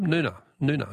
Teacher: Noongar is pronounced with a silent G.